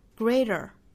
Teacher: 美音倾向于把它发成一个 flap t 的一个闪音哈